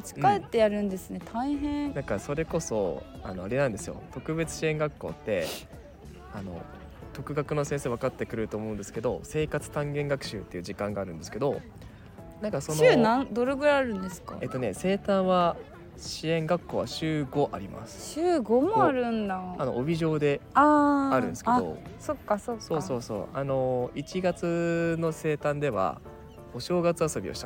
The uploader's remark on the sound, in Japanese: 休日昼間の公園で録ったため、平和で楽しい音声がバックミュージックとなっています